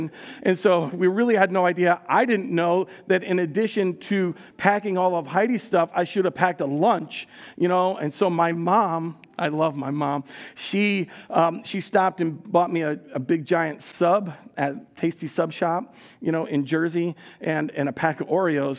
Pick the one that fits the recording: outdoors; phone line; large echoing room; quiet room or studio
large echoing room